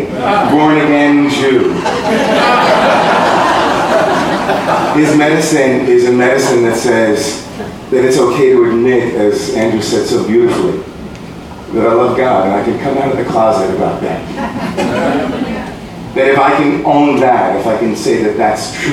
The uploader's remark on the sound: Live at ABC Home and Carpet